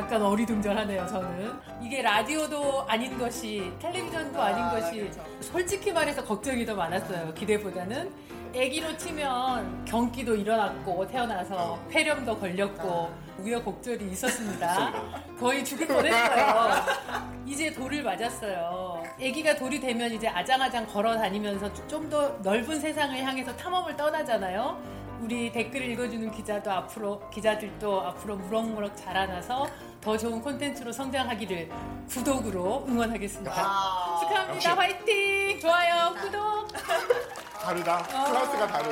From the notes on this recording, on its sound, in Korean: 공개방송